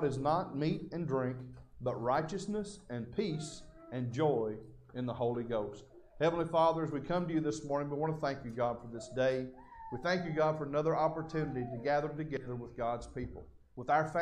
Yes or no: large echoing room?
yes